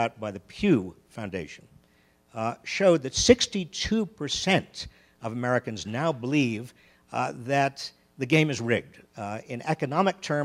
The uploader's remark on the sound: Recorded live at the Aspen Ideas Festival.